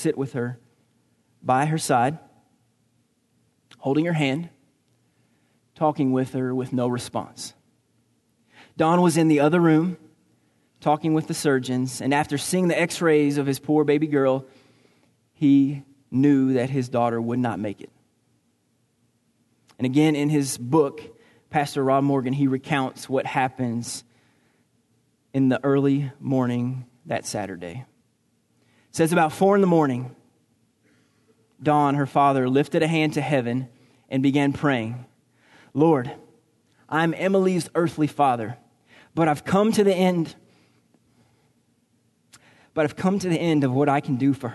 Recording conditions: large echoing room